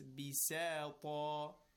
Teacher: Keep in mind, ba, sa, both of them, tarqiq, flat.